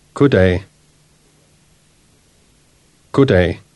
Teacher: Notice how the soft D at the end of good becomes silent before day.